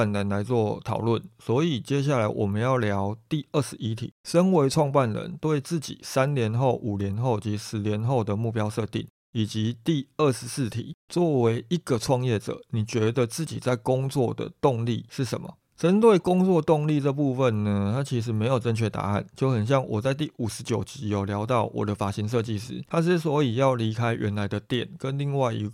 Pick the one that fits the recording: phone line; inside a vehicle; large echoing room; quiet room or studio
quiet room or studio